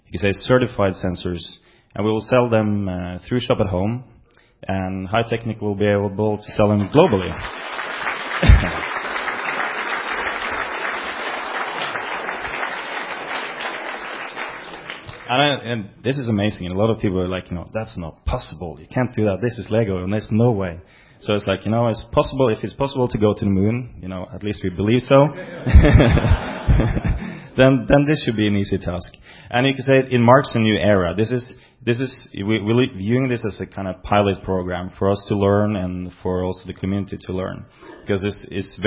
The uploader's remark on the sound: BrickFest 2006 Keynotes. This podcast includes a Q&A section at the end.